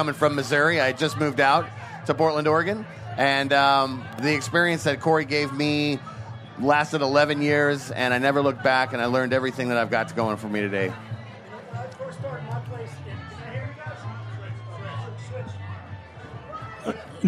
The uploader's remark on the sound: Broadcast from the Charleston Wine + Food Festival.